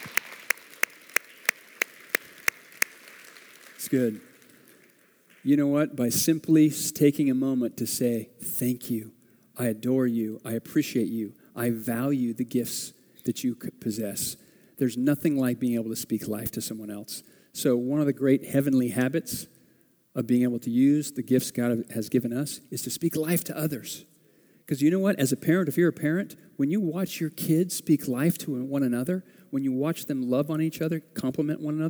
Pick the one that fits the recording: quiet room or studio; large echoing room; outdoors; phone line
large echoing room